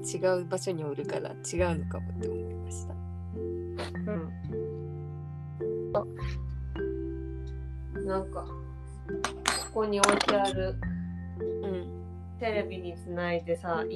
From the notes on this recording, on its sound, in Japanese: 雑音多め。一部どうぶつの森のような音声バグあり。